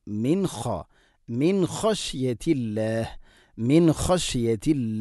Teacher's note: നൂനിനെ ഇദ്ഹാർ ചെയ്യണം, വെളിവാക്കി ഉച്ചരിക്കണം